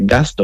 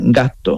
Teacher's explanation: La S la quita y alargas la T · Shown in: second take · Term: alargamiento de consonantes